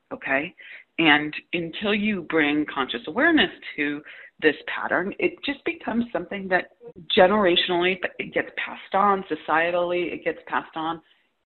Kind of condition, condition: link, phone line